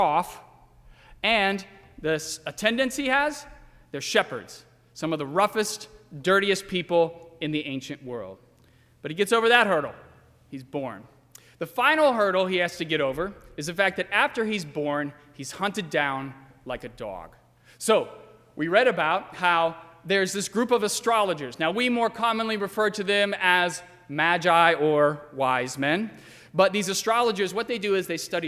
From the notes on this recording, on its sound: during the 8:00 PM service on Sunday December 24, 2019, at First Presbyterian Church of Arlington Heights, Illinois.